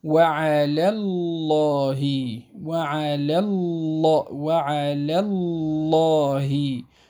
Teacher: اللام التي في على هي مرققة على أصلها، أما اللام التي في اسم الجلالة الله فإنها تفخم لأن ما قبلها مفتوح